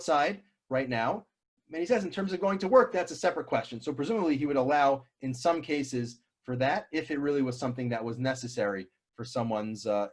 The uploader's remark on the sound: This audio was originally captured from Zoom.